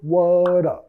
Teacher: vinculando con la R suave de español